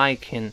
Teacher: 在这儿读快了变成 Ican。这个 can 有元音弱化，咱们讲过。有 a 变成 a， Ican。Even recited,recite，当然是记住背起来。后面跟 it 连读，中间那个 t 浊化，最后那个 t 失去爆破，所以读成 recited，recited。当然你要读得，呃，非常慢的，也能读成 recited。后面那个 Turner 听到，但一般的读法就 recited， recited 就好了。那 See, I can